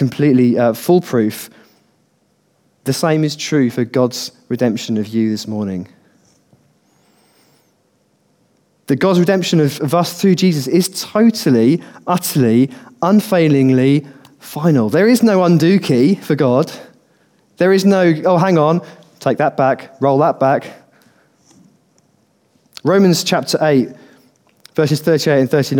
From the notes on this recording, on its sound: Recorded on 13/12/2015 at our Bournville gathering